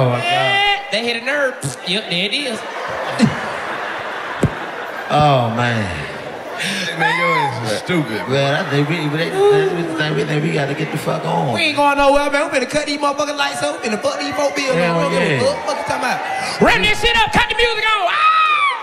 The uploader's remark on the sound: Live From The Minneapolis Comedy Festival